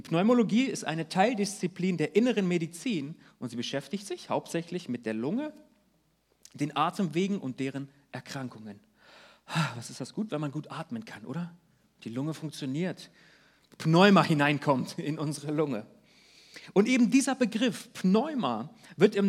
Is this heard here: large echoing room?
yes